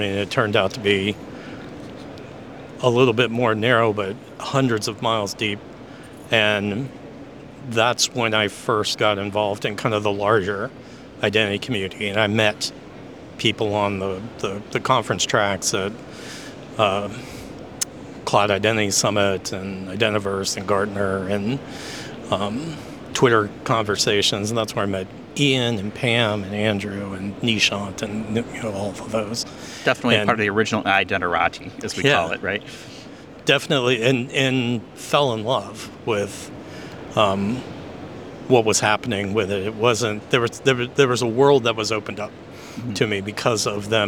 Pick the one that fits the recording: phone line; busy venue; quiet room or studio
busy venue